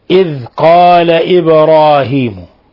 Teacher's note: نلاحظ إظهار الذال إذ ولا نجعلها دالا إذ، ولا نقلقلها لأنها ليست من حروف القلقلة